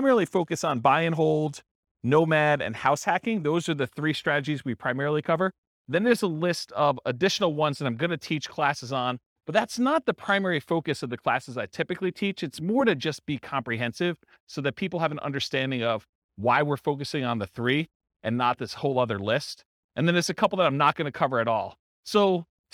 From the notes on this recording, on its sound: This was a live class recorded